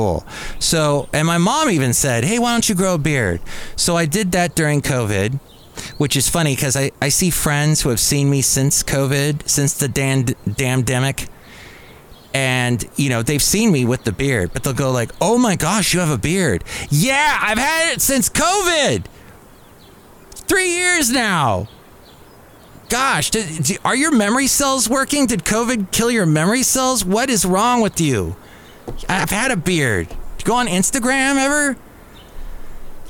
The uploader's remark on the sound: podcasts live from Café Anyway